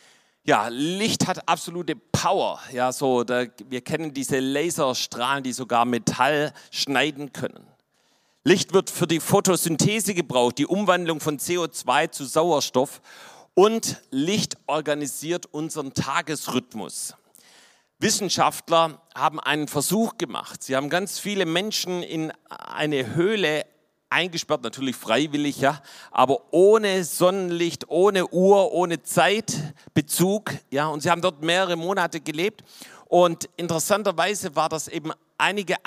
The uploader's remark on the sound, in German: vom Weihnachtsgottesdienst am 24.